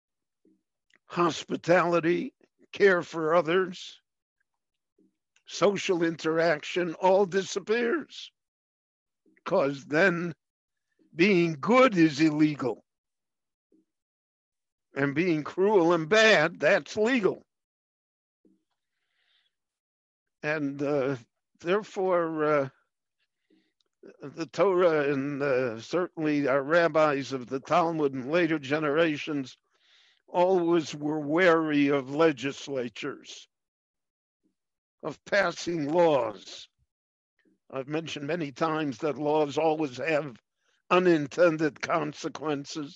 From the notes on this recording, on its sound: via Zoom in Jerusalem